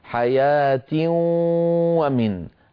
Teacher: ننطق صوتين في آن واحد، واو من الشفتين وغن من الخيشوم. أنت تأتين بالواو فقط، تقولين حياتي ولا تأتين بشيء من الأنف، فعليك أن توزع الصوت نصفه من الفم واو ونصفه من الخيشوم غنة. · Term: إدغام بغنة